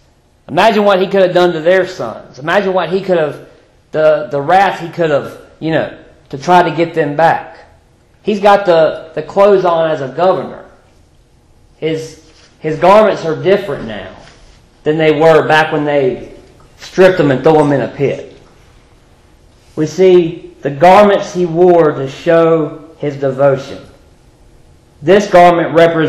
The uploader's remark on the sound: Previously recorded in 2015 at Five Forks Baptist Church in Hillsborough, NC.